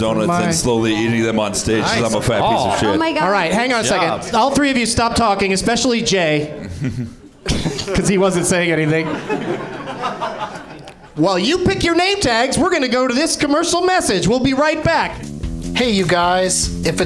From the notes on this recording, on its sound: Live from the NerdMelt Showroom in LA